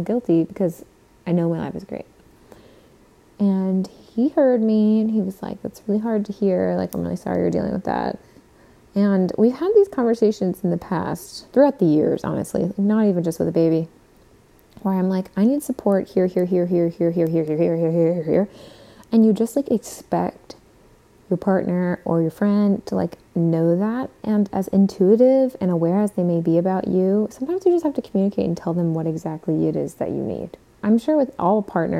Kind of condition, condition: fault, sounds in the background